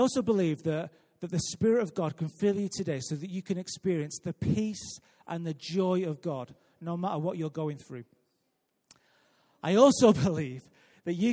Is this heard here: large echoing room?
yes